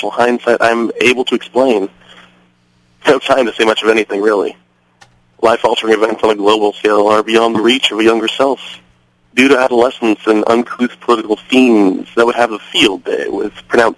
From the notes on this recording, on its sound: call in from you-would-not-believe-where